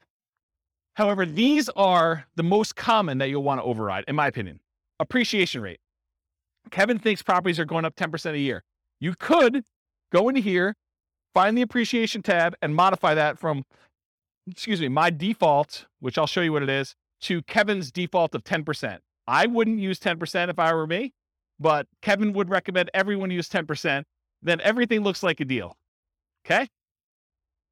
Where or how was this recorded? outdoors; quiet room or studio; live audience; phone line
live audience